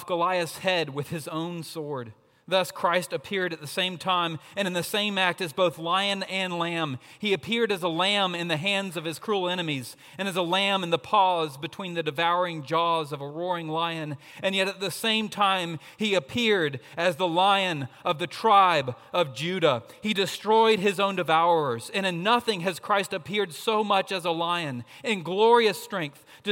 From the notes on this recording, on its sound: At Redeemer Presbyterian Church in Charleston, SC.